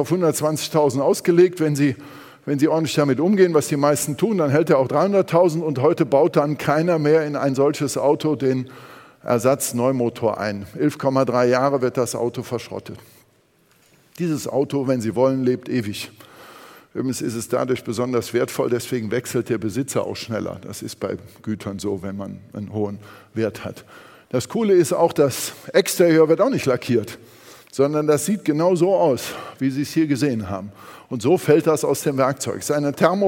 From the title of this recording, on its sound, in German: beim auto motor und sport Kongress 2019